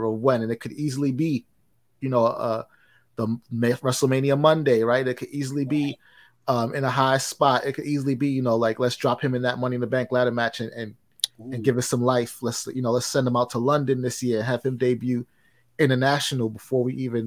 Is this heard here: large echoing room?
no